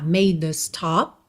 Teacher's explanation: Dzinho marcado mesmo. O E final da palavra made não é pronunciado, então esse D já liga na letra A.